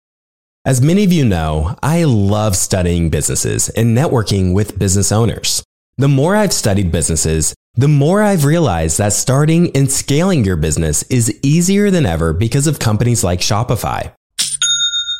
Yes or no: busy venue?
no